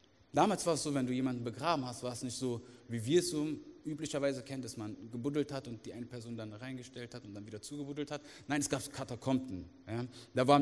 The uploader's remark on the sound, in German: Aus unserem Gottesdienst.